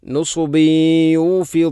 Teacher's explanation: ബ എന്ന അക്ഷരത്തിൽ കസ്റു തൻവീൻ, തൻവീനു ശേഷം യ വന്നാൽ ഇത് ഗാം നാഖിസ് എന്ന നിയമമാണ്. അവിടെ തൻവീനിനെ യയിലേക്ക് കൂട്ടി ലയിപ്പിച്ചുകൊണ്ട് ശദ്ദില്ലാത്ത രൂപത്തിൽ ഉന്നത്തോടുകൂടി ഓതണം